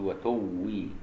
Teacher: توي قراءة أبو جعفر ووقفا لحمزة. وحمزة له وجه تاني عند الوقف يقول وتوي تشاء يشد الواو